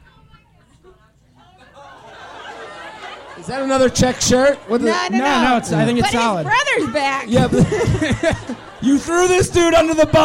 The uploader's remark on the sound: LIVE From Zanies In Chicago